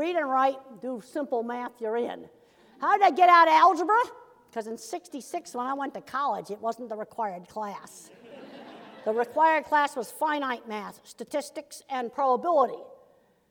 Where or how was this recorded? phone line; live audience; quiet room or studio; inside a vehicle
live audience